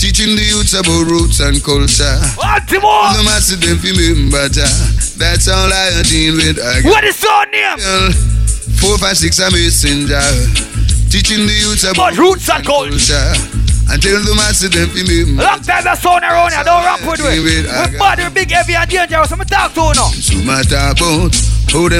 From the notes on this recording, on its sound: Live from the Blue Caribbean in Baltimore